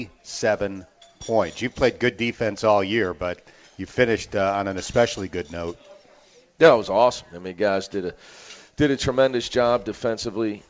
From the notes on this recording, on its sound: live from the original Montgomery Inn